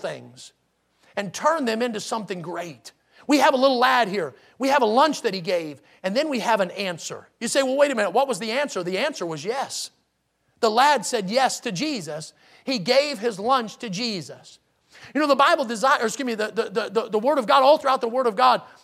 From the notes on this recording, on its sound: in the Sunday Morning Service on October 9, 2022, at Victory Baptist Church in Boonsboro, Maryland.